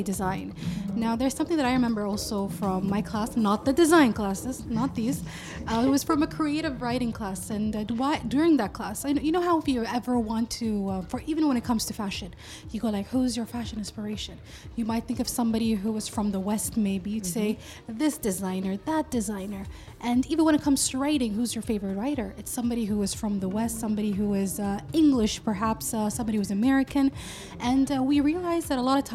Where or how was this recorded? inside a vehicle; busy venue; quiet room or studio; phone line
busy venue